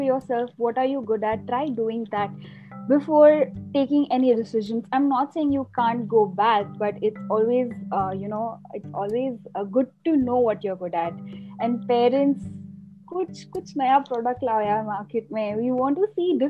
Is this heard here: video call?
yes